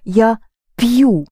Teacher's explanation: the sound E from пить is reduced to a soft sign